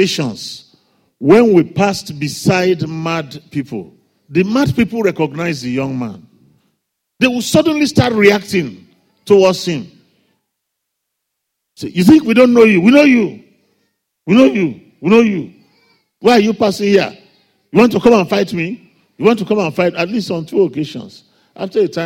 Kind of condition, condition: setting, large echoing room